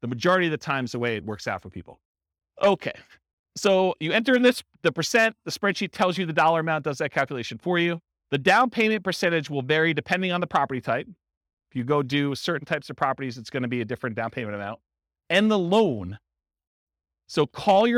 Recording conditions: live audience